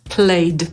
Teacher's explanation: Jeżeli się kończy na coś dźwięcznego, to tę końcówkę przeczytamy jako d.